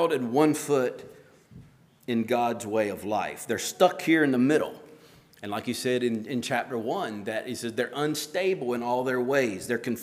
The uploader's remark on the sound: at Hephzibah Mennonite Church on April 30, 2023